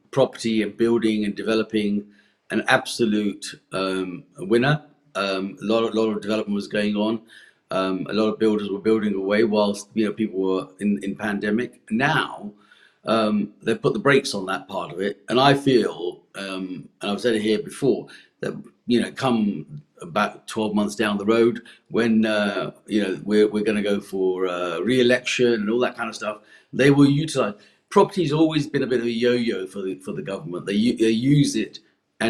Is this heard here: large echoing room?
no